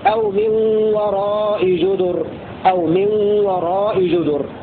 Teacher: بضم الجيم والدال بدون ألف بعدها في أو من وراء جدر، أو من وراء جدر على الجمع.